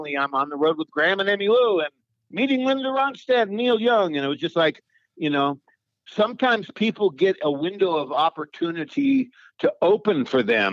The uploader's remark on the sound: We hopped on the phone